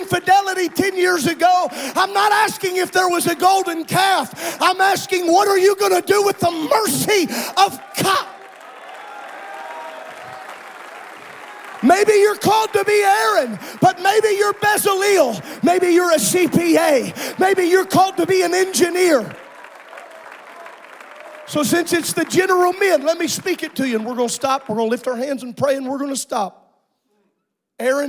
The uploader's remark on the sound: This is a special episode from the 2023 Indiana District Men's Conference which took place on March 10th and 11th at Calvary Tabernacle. Was preached in Saturday's General Session.